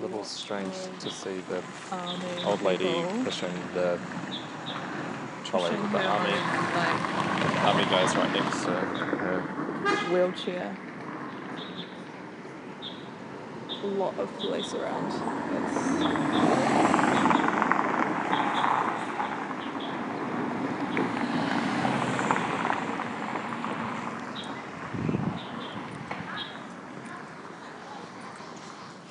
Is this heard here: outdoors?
yes